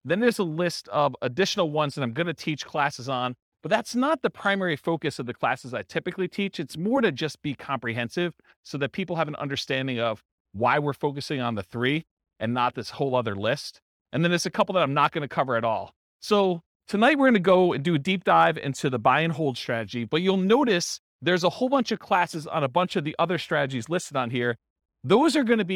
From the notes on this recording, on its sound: This was a live class recorded to give investors a solid overview of the buy and hold real estate investing strategy including short-term rentals. The live in-person version.